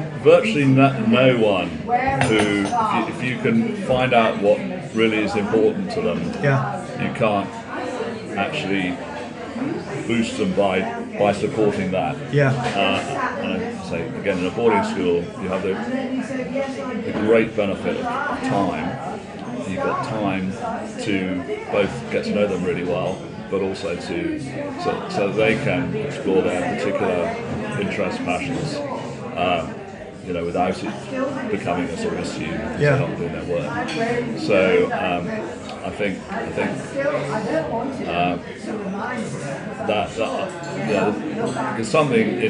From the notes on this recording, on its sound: The interview was recorded in a restaurant and I'm afraid the sound quality is not good. However, you get into the groove after a few minutes and I hope it will be intelligible.